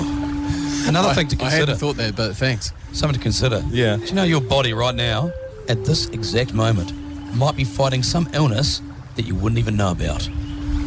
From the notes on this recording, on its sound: On the show today we are at House On Hood in the fair Waikato city of Hamilton, as the city warms up form the HSBC NZ 7s.